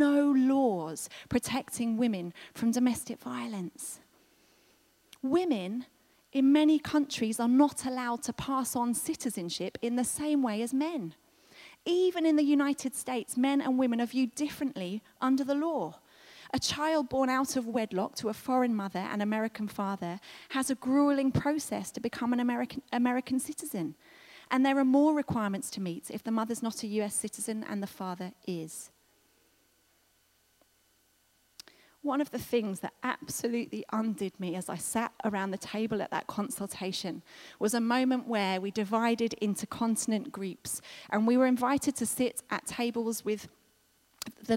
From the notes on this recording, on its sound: This was recorded at Skylark Church on 21st July 2019.